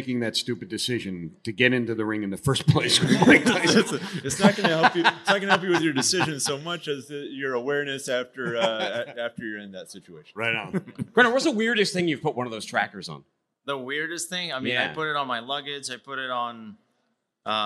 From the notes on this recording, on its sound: live from day 3 at the biggest party in freight, F3